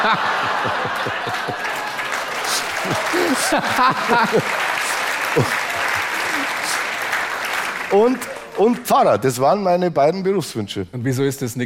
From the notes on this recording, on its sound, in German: vor Straubinger Live-Publikum im Rahmen der "Blauen Couch on Tour"